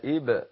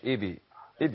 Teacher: القلقلة تقلق إلى الأعلى نوعا ما · Shown in: first take · وإذ قال إب مش إبي إبي لا إب لفوق مش لتحت.